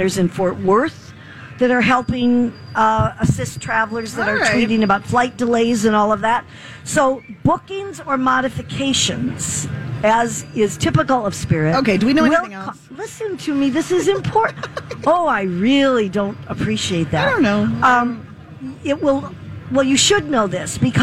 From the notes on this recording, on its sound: State Fair Saturday. Live at the MN State Fair.